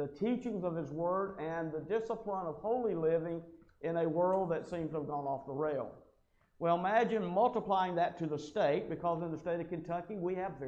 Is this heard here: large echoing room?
yes